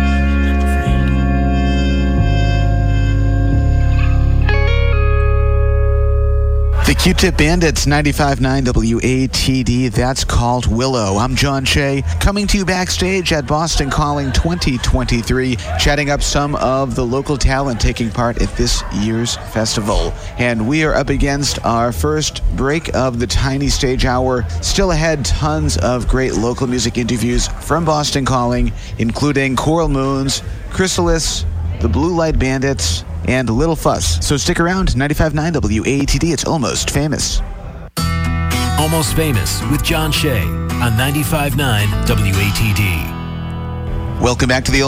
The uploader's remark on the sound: Boston Calling Local Music Recap. WATD had the chance to catch up with many of them back stage at this years festival.